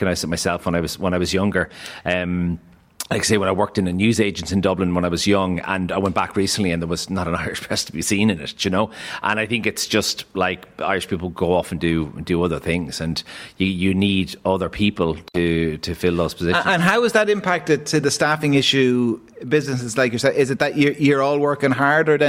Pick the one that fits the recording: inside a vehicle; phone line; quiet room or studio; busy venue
busy venue